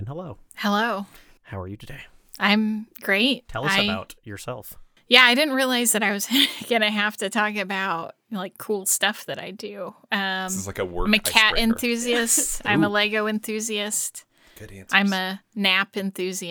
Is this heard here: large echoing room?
no